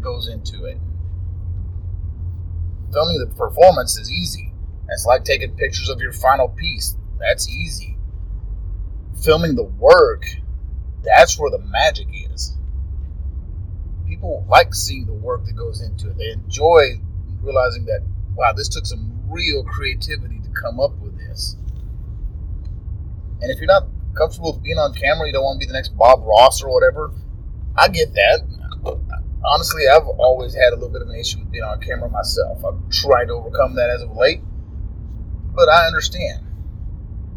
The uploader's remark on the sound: Sorry for the poor Audio quality on this one.